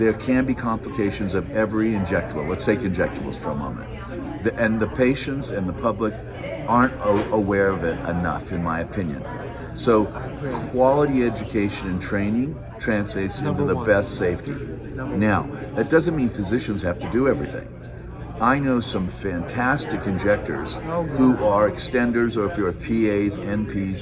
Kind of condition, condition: setting, busy venue